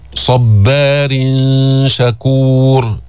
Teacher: إخفاء التنوين عند الشين لأن الشين من حروف الإخفاء